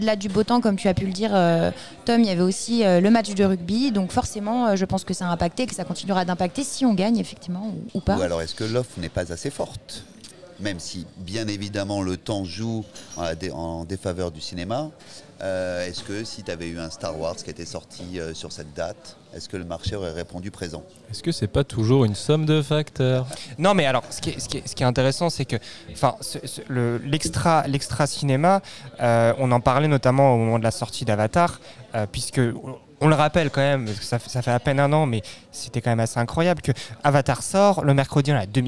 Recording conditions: busy venue